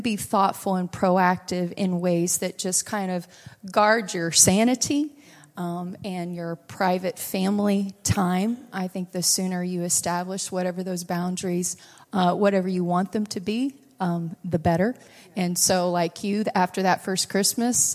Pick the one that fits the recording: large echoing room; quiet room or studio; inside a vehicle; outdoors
large echoing room